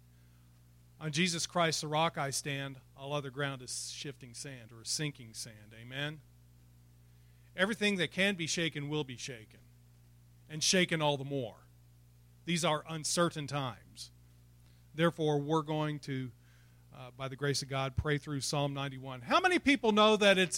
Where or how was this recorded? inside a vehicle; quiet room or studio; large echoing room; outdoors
large echoing room